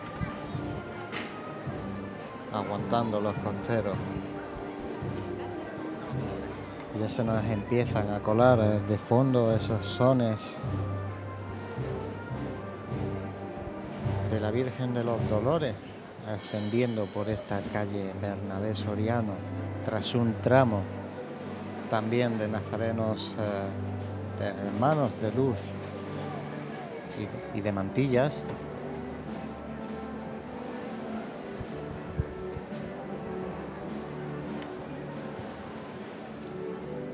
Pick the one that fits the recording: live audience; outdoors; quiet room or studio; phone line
outdoors